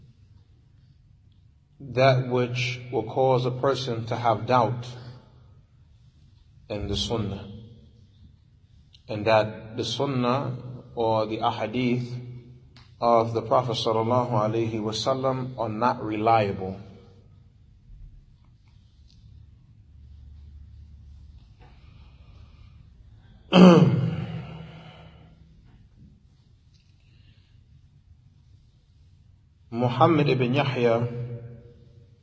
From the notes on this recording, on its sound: Lecture given at Masjid Nur Allah, Queens, Ny